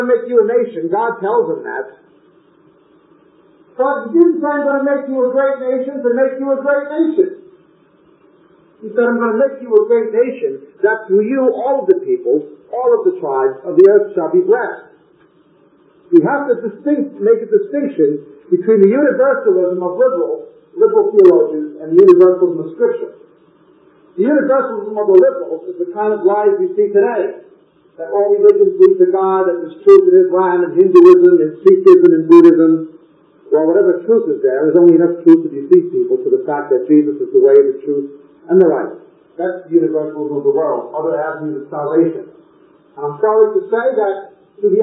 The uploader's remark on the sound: we apologize for the poor audio quality